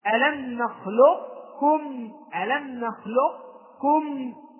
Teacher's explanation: طيب ولكن نعم الجمهور أخذ بالإدغام الكامل، ولكن من طريق الشاطبية قرئ بالوجهين، من طريق الشاطبية قرئ بالوجهين، بالإدغام وبالإدغام الكامل وبالإدغام الناقص. الإدغام الناقص ماذا أقول؟ أبدأ بقاف وانتهي بكاف، أبدأ بقاف وانتهي بكاف، فأقول ألم نخلقكم، ألم نخلق كم، بدأت بقاف ثم انتهيت بكاف، ألم نخلقكم من ماء، فهذا هو الإدغام الناقص.